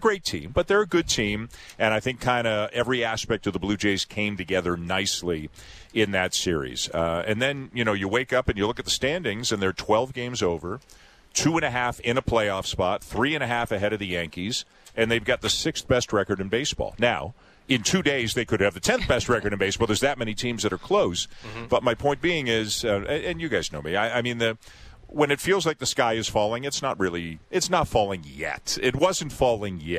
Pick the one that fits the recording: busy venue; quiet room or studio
busy venue